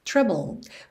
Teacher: Você encerra mesmo a letra com esse D lá com a língua no céu da boca e nem escuta nada.